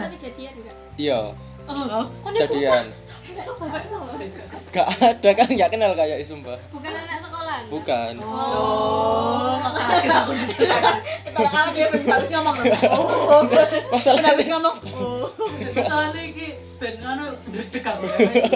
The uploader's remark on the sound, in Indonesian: Audio masih sama seadanya hehe ngerekamnya juga random banget karna keabisan topik pembahasan.